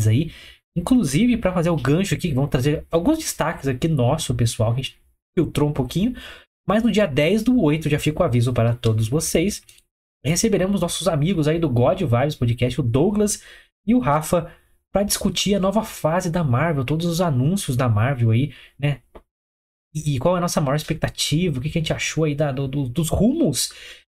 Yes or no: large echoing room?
no